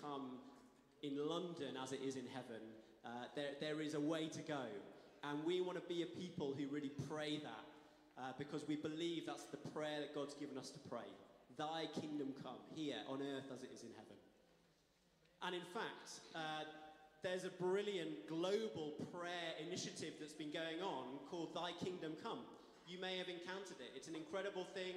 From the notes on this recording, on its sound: Streamed live at St Paul's Shadwell.